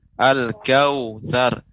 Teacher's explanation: Waw sukun sebelumnya fathah ya. Ini termasuk sifat lin.